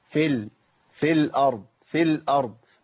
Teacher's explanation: الياء دي هتشال تماما عند الوصل، هقول فيل، فيل من الفاء للام. · Term: حذف حرف المد